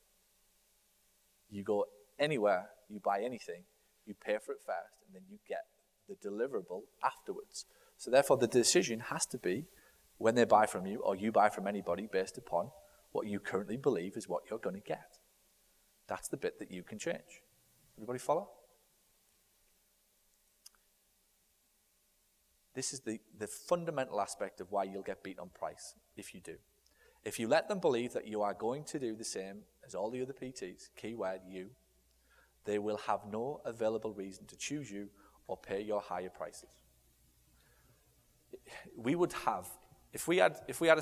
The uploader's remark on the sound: Live From Stage. We will be heading back to last years Sales And Conversions Boot-camp in Las Vegas. Rapid-fire Q/A session.